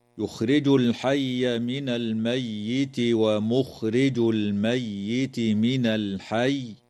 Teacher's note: تظهر لام التعريف في كلمة الحي في الموضعين